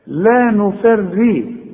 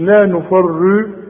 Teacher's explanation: الراء دي مكسورة كل راء مكسورة رققها · Shown in: first take